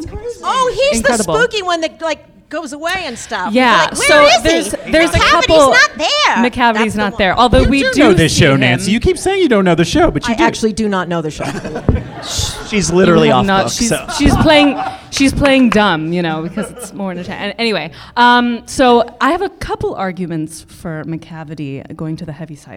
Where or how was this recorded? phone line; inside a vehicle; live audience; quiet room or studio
live audience